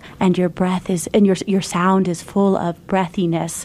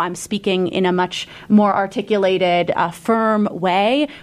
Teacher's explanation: your sound is full of breathiness, we call that an excess of air · Shown in: first take · And that stems from like an incomplete closure of the vocal cords at the onset of the sound production.